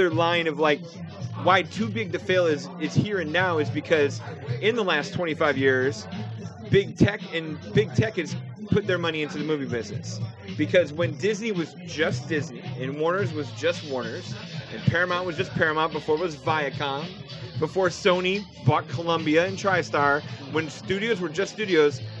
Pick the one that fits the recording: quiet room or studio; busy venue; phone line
busy venue